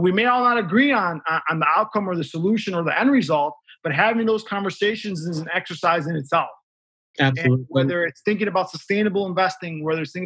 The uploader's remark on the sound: This Dialogue was conducted over Zoom, in recognition of the importance of safety and social distancing in the pandemic.